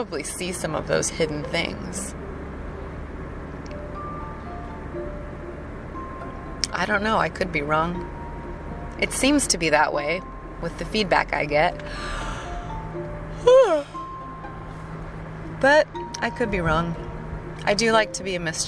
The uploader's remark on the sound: Hopefully the road noise isn't too distracting.